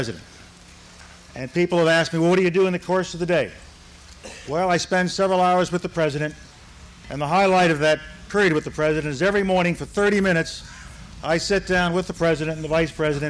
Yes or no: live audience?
yes